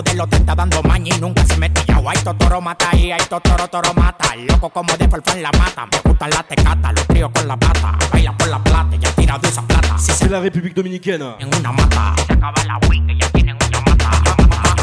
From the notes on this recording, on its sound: Live in Nightclub